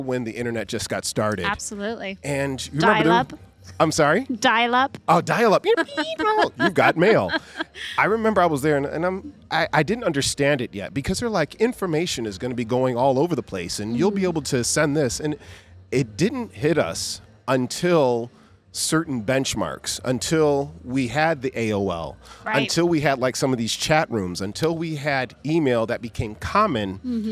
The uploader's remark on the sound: recording live from the Future Festival in Toronto!